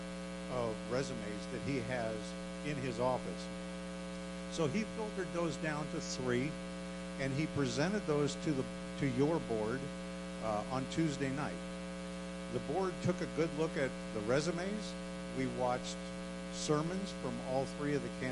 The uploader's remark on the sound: Woodland Life Church Live